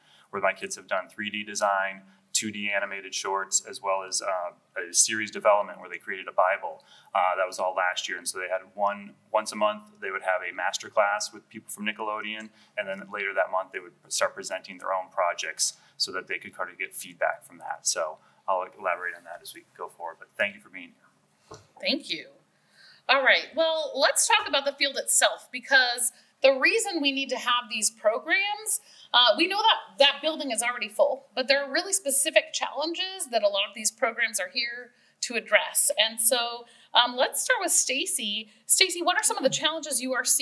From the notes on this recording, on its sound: our Comic-Con recording of “The Future Starts with You” podcast